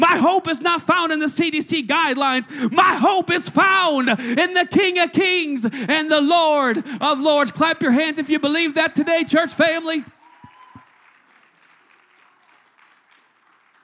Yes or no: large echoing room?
yes